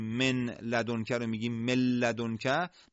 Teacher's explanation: هیچ غنه ای هم وجود نداره، لذا صدای خروجی فقط از فضای دهان و بدون کشش خارج میشه · Term: ادغام